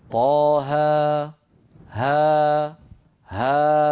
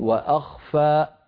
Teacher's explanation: يبقى الوتران الصوتيان بعيدين عن بعضهما قليلا، وبالتالي الصوت صوت الألف يتخامد ويتلاشى شيئا فشيئا · Shown in: first take · أما أن ينبتر الصوت وينقطع بسبب انقفال الوترين فهذا لا يصح.